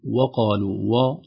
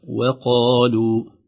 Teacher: نلاحظ أن الواو حرف رقيق أو حرف مرقق، تأتي بعده القاف مستعدية مفخمة، فربما يؤثر المفخم على المرقق وهذا وارد كثيرا، فينبغي علينا ألا نقول وقالوا و، نقول و وقالوا، نعطي الواو حقها من الترقيق ثم القاف حقها من الاستعلاء والتفخيم · Shown in: second take